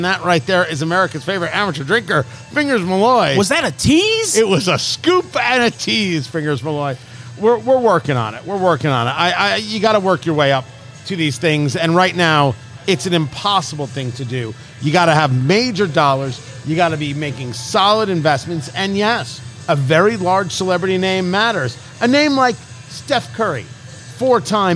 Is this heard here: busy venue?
yes